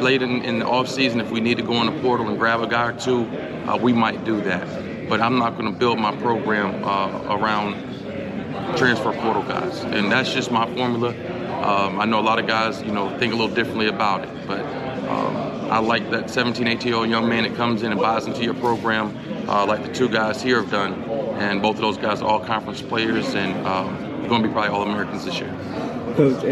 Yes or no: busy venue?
yes